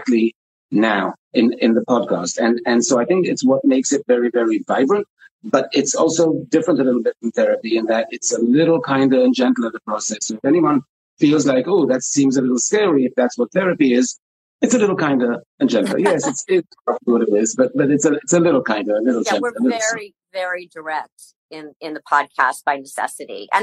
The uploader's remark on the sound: this conversation the two of us recently had on Instagram Live